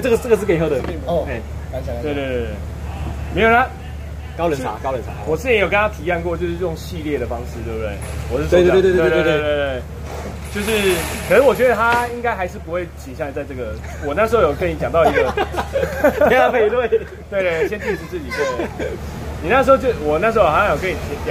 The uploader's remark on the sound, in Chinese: 錄音地點：台南 牽咖啡